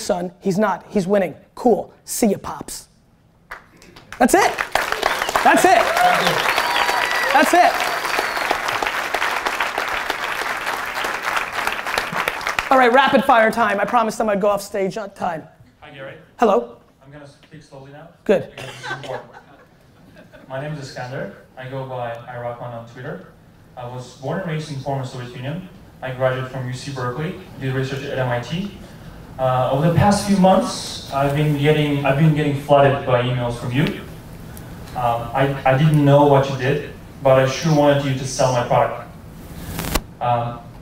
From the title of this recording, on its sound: Keynote at SXSW 2016